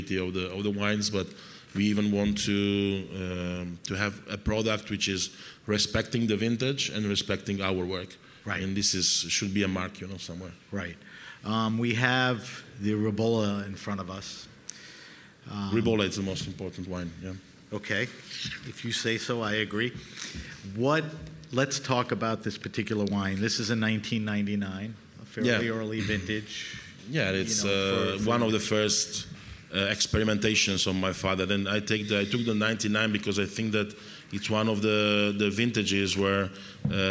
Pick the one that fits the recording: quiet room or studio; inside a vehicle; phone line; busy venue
busy venue